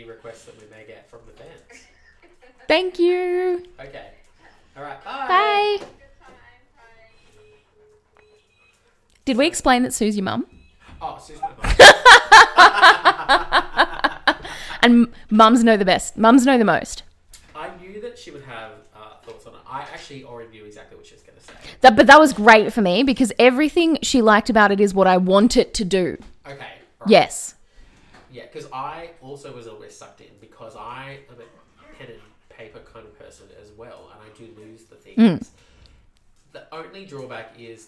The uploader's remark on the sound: Once again, we battled our own recording equipment and lost. On the blower.